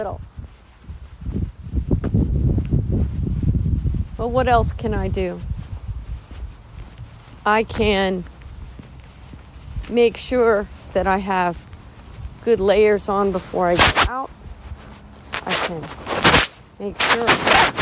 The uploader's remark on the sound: apologies for some icy static-y noise!